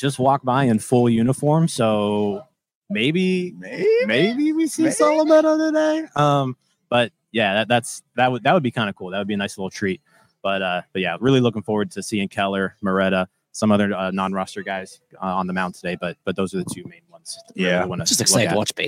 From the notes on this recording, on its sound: Pirates Spring Opener LIVE At LECOM Park. We are live inside LECOM Park for today’s Spring Home Opener vs.